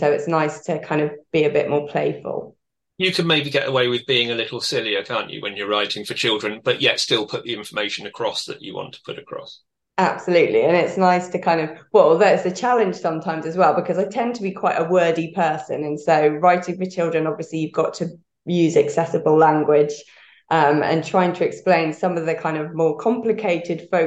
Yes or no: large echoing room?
no